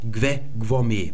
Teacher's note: Da sehen wir erstmal diese Wurzel gwem, die finden wir hier in gwom und dann passiert folgendes. Der erste Konsonant dieser Wurzel, der wird hier vorne nochmal wiederholt. Und damit das Ganze überhaupt auszusprechen ist, wird ein E dazwischen geführt. Man nennt das Reduplikation.